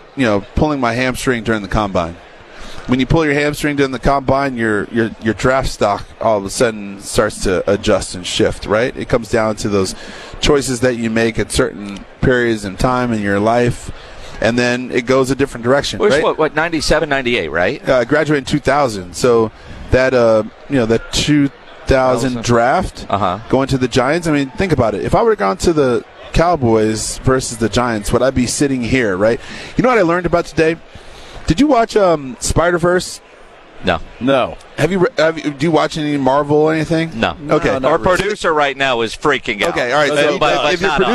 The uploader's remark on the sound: Live from Day 3 of Media Row in Las Vegas.